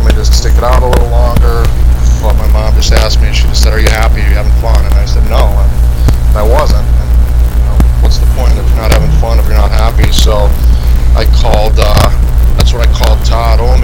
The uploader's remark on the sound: Some audio difficulties